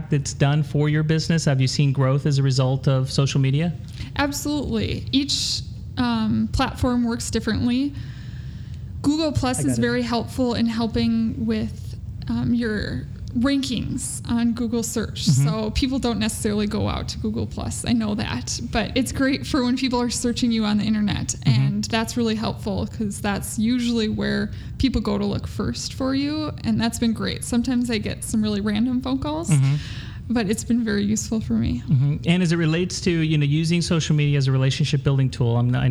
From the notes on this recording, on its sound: LIVE from the LIMRA/LOMA Social Business Conference in Boston. A special recording in front of a LIVE audience at the LIMRA/LOMA Social Business Conference for Financial Services. On the mainstage.